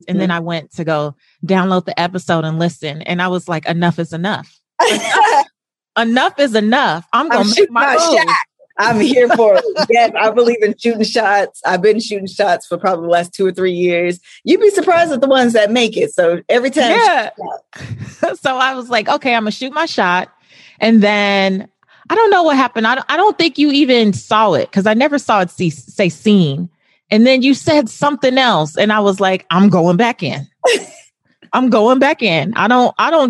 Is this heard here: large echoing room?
no